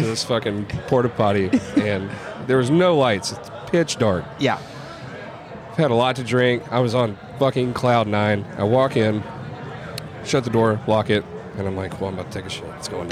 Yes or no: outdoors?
yes